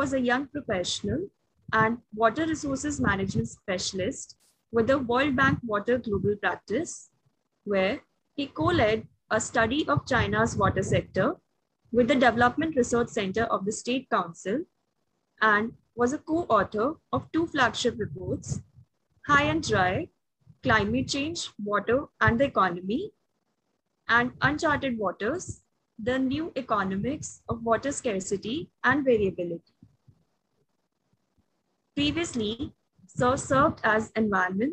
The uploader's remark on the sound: Zoom and Facebook Live